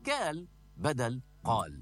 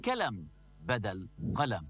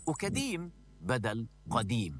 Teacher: ويقلب سكان بعض القرى القاف إلى كاف، فيقولون كال بدل قال، ويقولون كلم بدل قلم، وكديم بدل قديم.